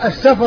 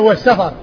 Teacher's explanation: السفر بإسكان الفاء والسفر بفتحها